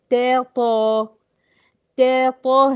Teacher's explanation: فإذا تطهرن، ت مرققة، ط مفخمة